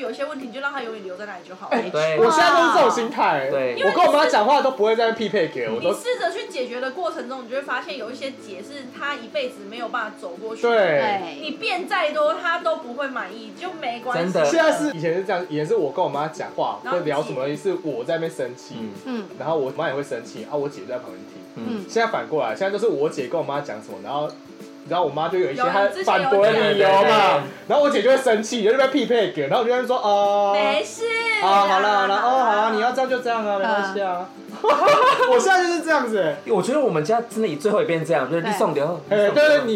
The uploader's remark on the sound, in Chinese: 抱歉這次沒顧好，錄音環境噪音有點多